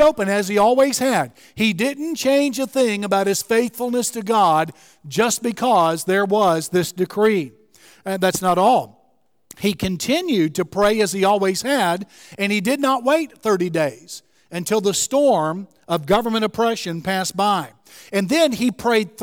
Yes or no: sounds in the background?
no